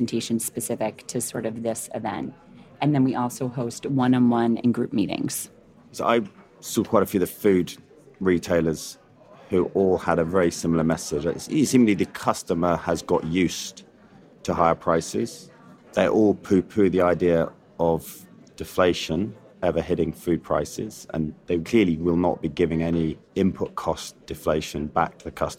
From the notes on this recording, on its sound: live from the floor of our 20th Pan-European Strategic Decisions Conference